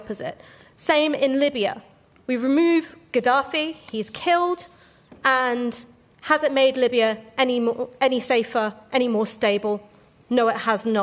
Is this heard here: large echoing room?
yes